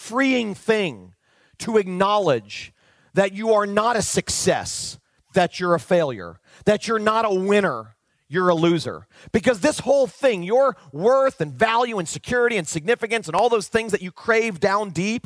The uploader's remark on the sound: delivered back in March 2019 at Spring Hills Church (Santa Rosa, California)